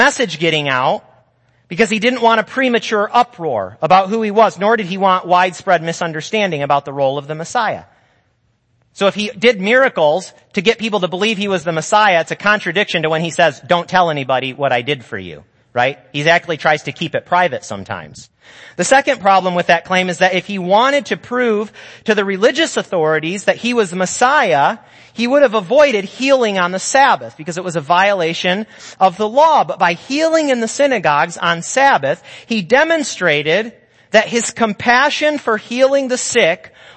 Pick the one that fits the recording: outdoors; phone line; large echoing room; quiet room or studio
large echoing room